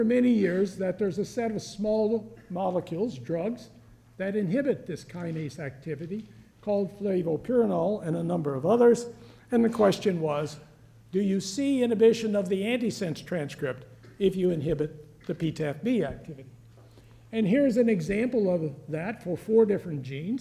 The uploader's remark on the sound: One of a series of lectures from The Yale School of Medicine Bicentennial Symposium